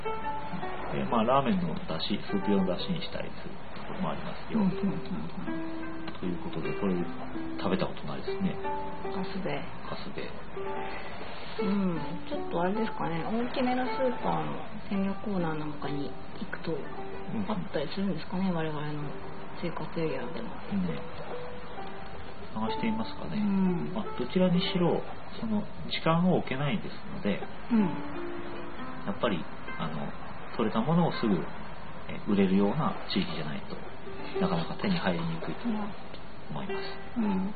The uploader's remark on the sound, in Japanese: しかし2周目は波のBGMが雑音になっちゃって聞きにくいですね。